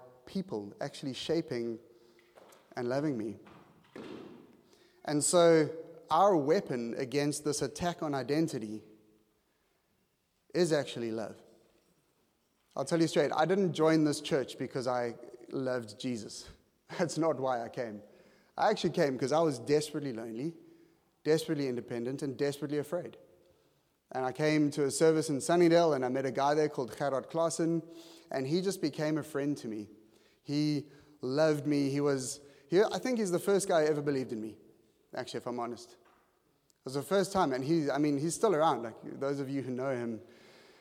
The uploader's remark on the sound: at Joshua Generation Church Milnerton congregation